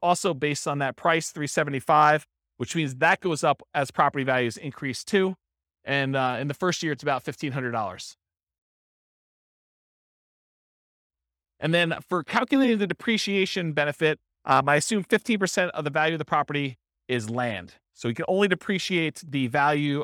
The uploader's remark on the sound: This was a live class recorded